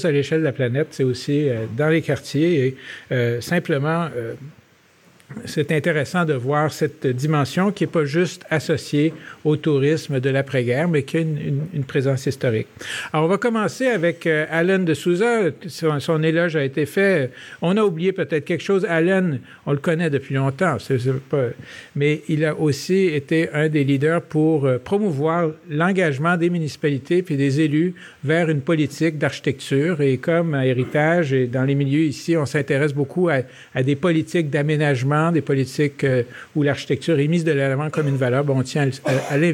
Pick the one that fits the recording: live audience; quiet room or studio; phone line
live audience